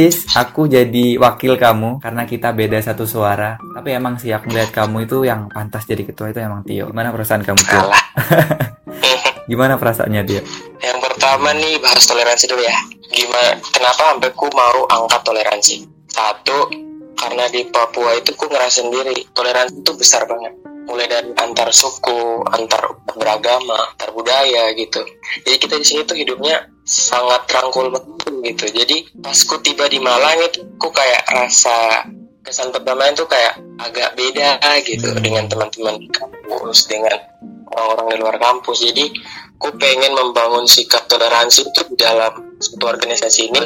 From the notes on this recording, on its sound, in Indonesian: sorry audio nya kurang bagus, karena kita phone call